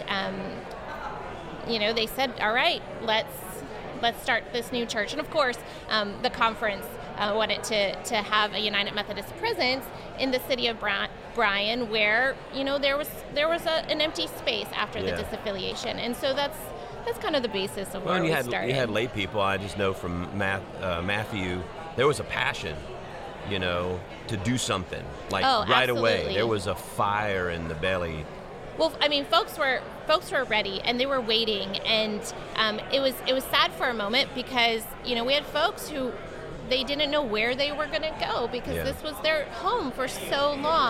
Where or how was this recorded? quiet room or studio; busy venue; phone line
busy venue